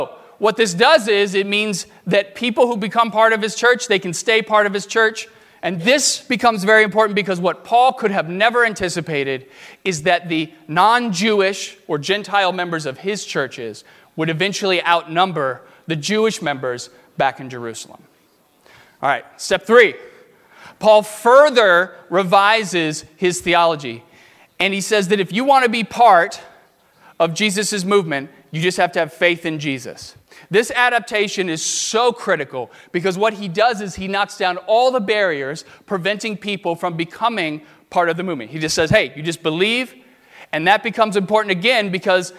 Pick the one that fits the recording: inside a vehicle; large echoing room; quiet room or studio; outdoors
large echoing room